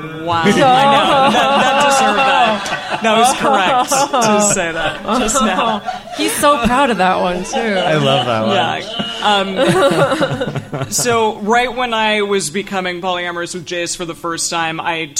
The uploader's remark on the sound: This week's episode was recorded during Multiamory's very first stop on their West Coast Tour 2017! Every seat in the house at Octopus Literary Salon in Oakland, California was full.